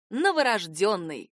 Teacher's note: В слове «новорожденный» ударение падает именно на «ё».